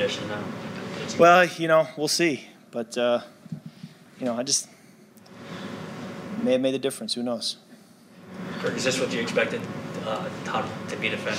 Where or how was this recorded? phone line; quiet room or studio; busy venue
busy venue